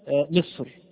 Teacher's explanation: تحت هذا القسم نوعان: نوع موقوف عليه بالسكون وقبله ساكن، وقبل الساكن كسر، وقبل الساكن كسر، ولكن هذه الكلمة في حال الوصل مفتوحة، وهذا النوع في كلمة واحدة متكررة في القرآن، وهي كلمة مصر، وهي كلمة مصر. فمصر الراء فيها مفخمة، الراء فيها مفخمة مع أنها ساكنة